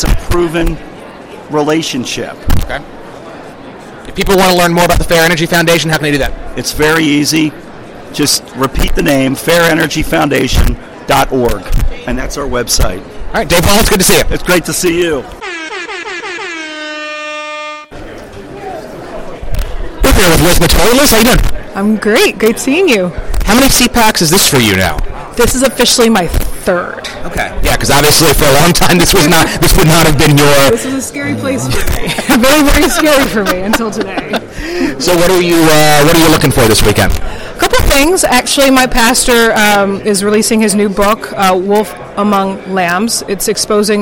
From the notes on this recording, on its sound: A special edition of Red Maryland Radio taped live at the first day of the 2019 Conservative Political Action Conference.